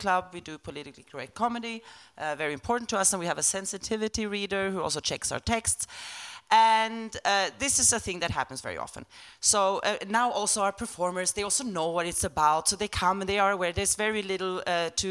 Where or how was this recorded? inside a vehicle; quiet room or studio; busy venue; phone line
busy venue